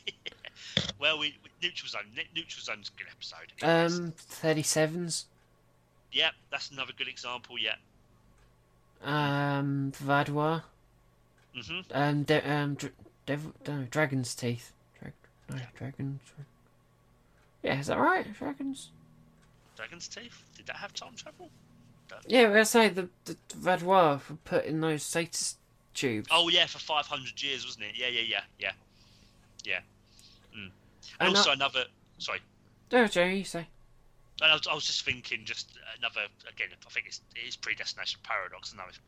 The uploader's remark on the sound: Please note we had some minor sound difficulties whilst recording.